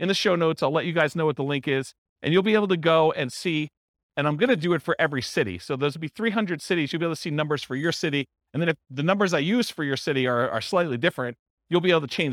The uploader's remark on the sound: This was a live class recorded